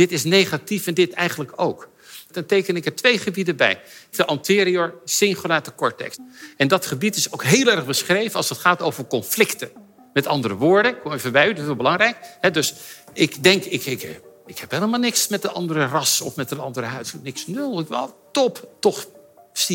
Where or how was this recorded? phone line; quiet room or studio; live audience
live audience